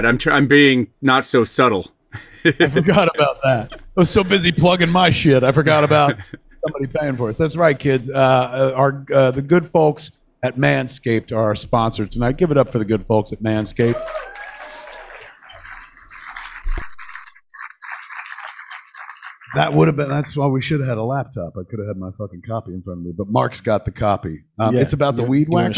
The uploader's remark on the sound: LIVE from NJ! A live Fat Man Beyond from the Smodcastle Cinemas in Atlantic Highlands, NJ.